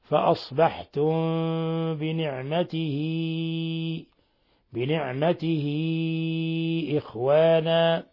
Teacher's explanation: لأن الباء عند الميم الساكنة تخفى إخفاء شفويا